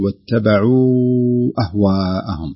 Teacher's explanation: أنه يمد أربع حركات في المد المنفصل والمد المتصل أيضا بالتساوي، أربع حركات أربع حركات.